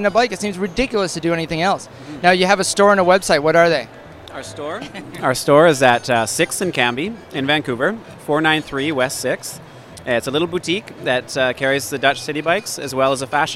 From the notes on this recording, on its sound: At the Wellness Show at Vancouver&#8217;s Canada Place on February 4th. At the Wellness Show at Vancouver’s Canada Place on February 4th.